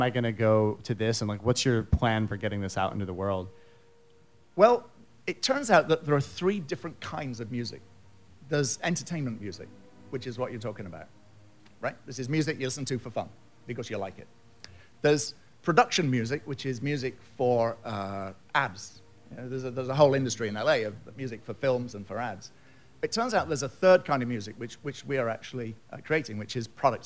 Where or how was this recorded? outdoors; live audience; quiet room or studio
live audience